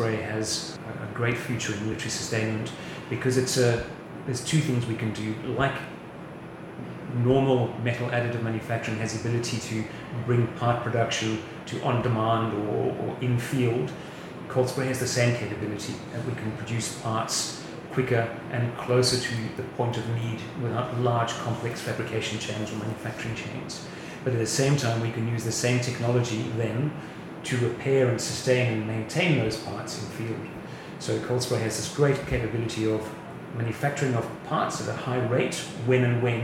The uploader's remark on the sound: The episode was recorded at Land Forces 2022 last week.